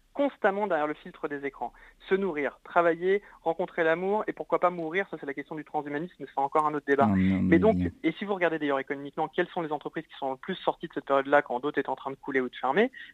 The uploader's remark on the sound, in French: nous sommes au téléphone